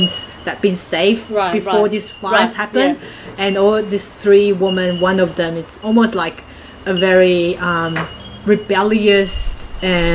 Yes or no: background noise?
yes